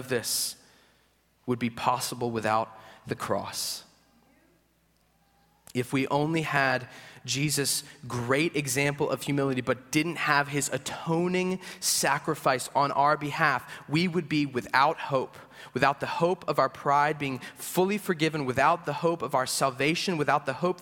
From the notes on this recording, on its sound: At Greentree Church on April 23, 2023. At Greentree Church on April 23, 2023.